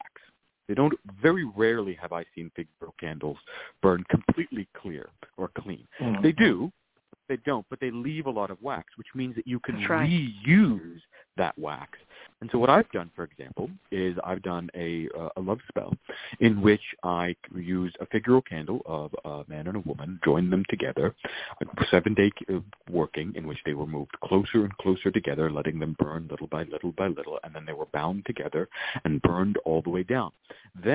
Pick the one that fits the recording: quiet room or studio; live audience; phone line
phone line